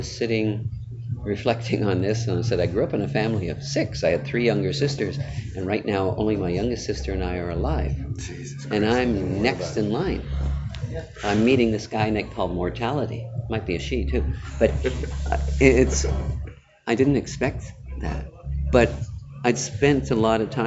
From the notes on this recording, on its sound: recorded live on the sidelines of the Silver & Gold Summit in San Francisco in late October 2018